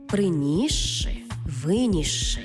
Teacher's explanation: де с і ши читаємо як подовжений звук ши